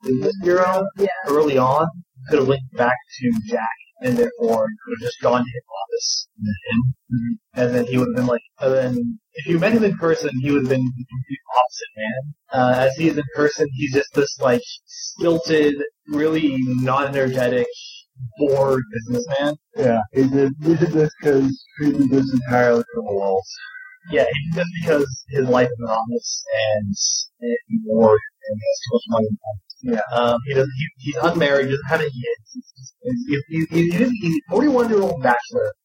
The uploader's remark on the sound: Sorry about the audio.